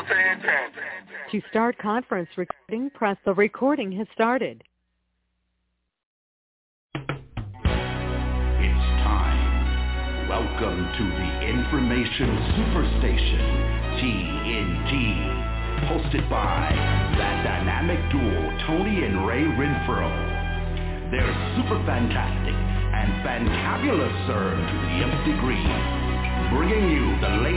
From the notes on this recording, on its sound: TNTSuperfantastic Conference Call